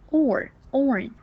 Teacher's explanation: 那个 R 音没发出来，你发是 O，要把 R 音发出来